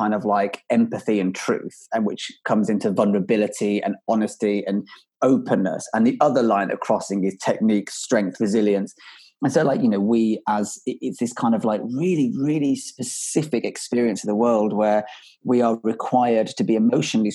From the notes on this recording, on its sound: This episode was recorded over Zoom